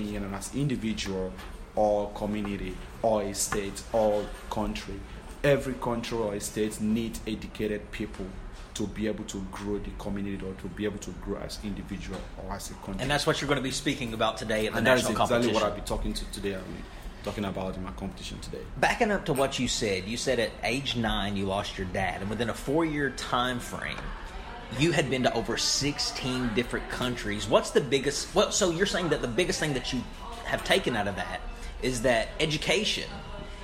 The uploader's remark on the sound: broadcasting live from the SKILLS USA event in Louisville, Ky.